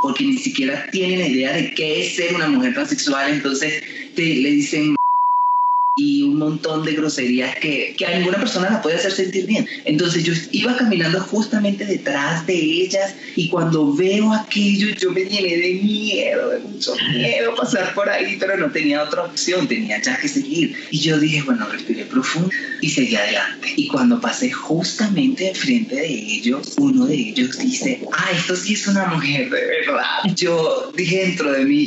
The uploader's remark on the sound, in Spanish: conversó vía Skype desde Bogotá con CNN en Español